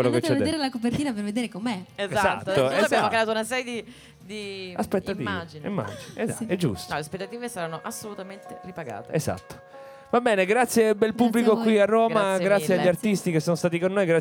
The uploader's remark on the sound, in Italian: Registrato dal vivo